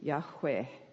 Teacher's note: it should be pronounced closer to Yahweh. So it's more like a breathy sound.